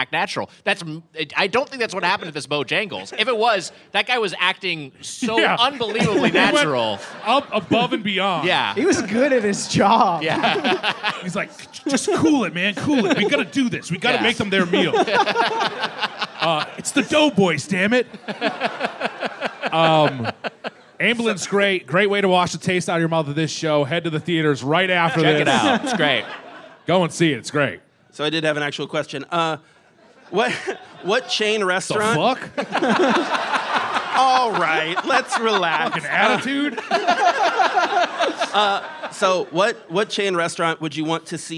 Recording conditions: live audience